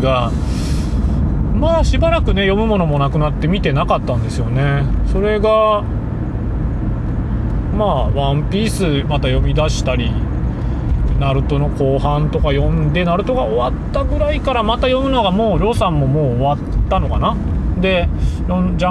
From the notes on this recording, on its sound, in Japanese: 福岡を運転しながら。収録の様子を録画し。